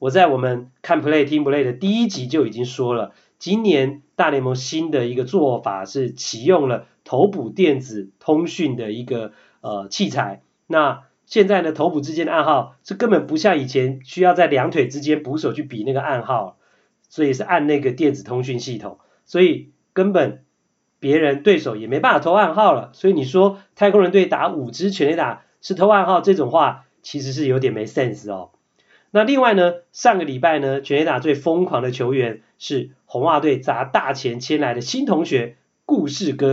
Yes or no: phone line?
no